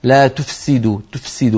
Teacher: فتجد بأن الفاء تخرج ضعيفة والسين باعتبارها فيها صفير وقوية تطغى عليها